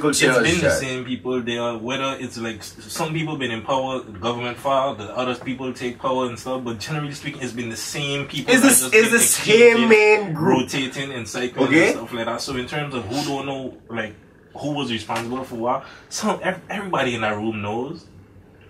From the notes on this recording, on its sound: We also would like to apologize for the poor audio quality as well as the abrupt ending.